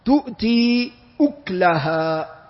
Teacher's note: قرأها نافع وابن كثير وأبو عمرو بإسكان الكاف